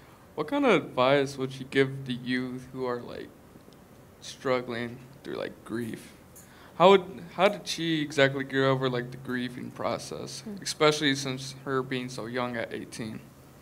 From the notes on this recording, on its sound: we back to our in-person event